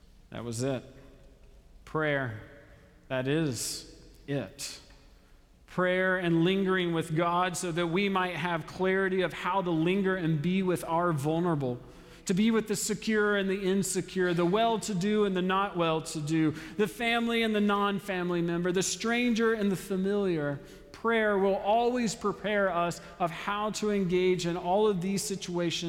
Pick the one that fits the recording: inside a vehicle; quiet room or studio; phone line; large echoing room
large echoing room